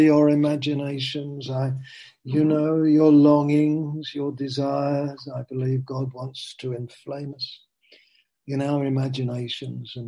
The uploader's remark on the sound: Zoom. Teign Valley Sessions.